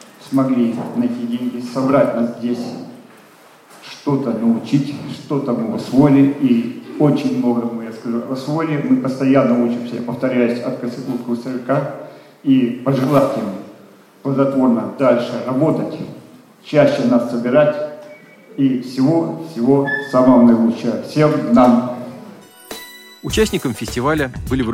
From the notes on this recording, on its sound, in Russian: В санатории ВОС «Солнечный берег» в Геленджике прошёл Физкультурно-оздоровительный фестиваль «Сильные духом!». Аудиозаписи выступлений участников церемонии закрытия фестиваля и некоторых номеров концертной программы.